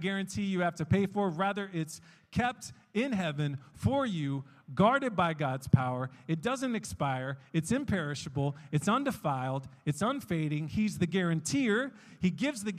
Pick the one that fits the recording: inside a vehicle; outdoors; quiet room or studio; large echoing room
large echoing room